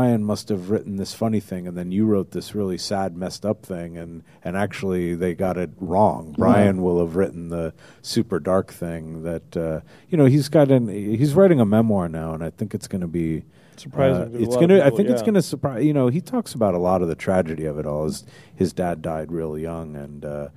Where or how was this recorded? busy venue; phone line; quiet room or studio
busy venue